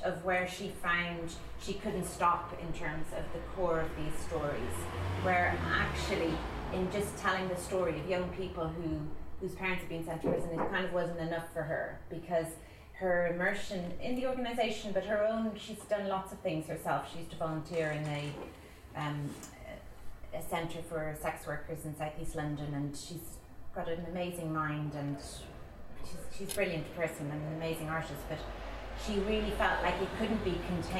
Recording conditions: sounds in the background